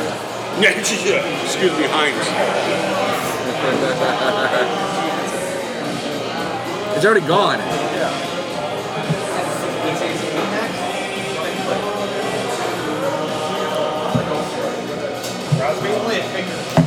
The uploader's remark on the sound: live on location from Buffalo Wild Wings